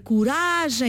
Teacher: Tem o seu acento tónico na penúltima sílaba. E, portanto, como não é o O não está na sílaba tónica, em português europeu nós fechamos a vogal. · Term: palavra grave